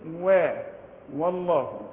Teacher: علشان اللامات هنا تخينه، اسم الجلال اللي قبله مفتوح او مضموم